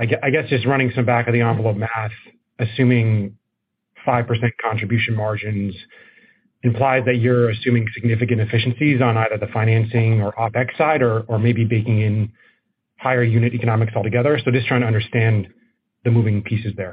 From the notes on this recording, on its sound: Recording of Opendoor's Second Quarter Earnings Conference call